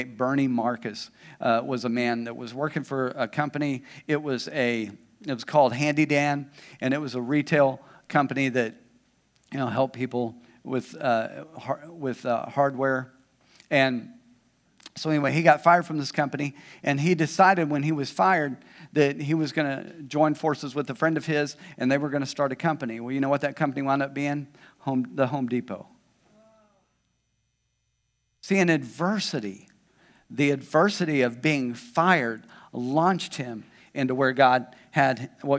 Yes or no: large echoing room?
yes